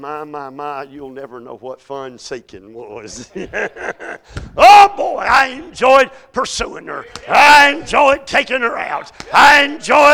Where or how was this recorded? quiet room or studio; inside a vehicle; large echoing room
large echoing room